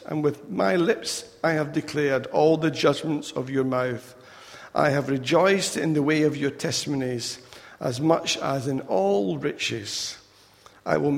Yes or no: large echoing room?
yes